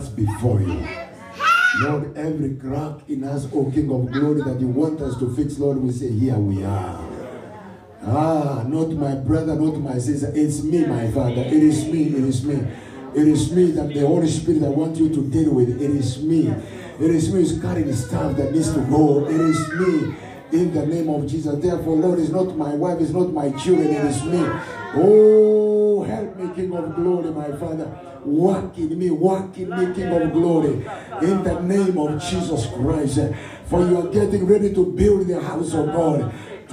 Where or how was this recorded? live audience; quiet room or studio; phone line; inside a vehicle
live audience